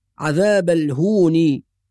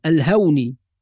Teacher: كلمة الهون بعض الناس يقرأها الهوني، وهذا خطأ، فالهاء مضمومة وبعدها واو مدية · Shown in: first take